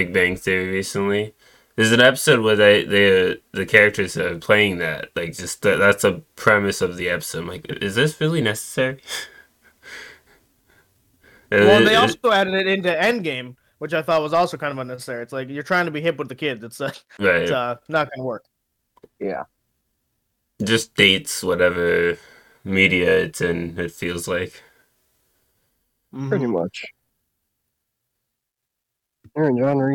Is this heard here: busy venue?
no